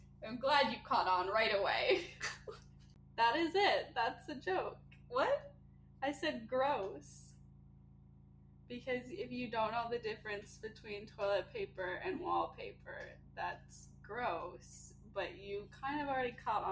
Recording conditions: poor sound quality